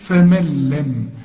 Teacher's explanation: النون تلغى وكأنها غير موجودة عند الوصل. اسمع، فمن لم، ده اسمه إدغام كامل بدون غنة، كأن النون غير